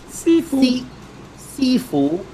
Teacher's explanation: It's actually a high level tone, and then a mid level tone.